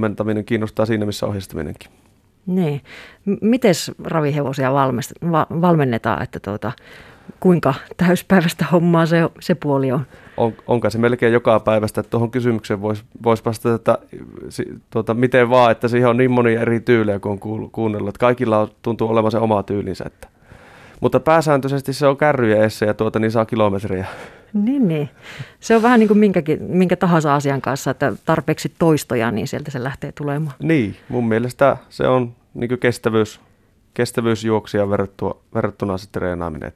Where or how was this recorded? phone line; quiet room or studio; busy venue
quiet room or studio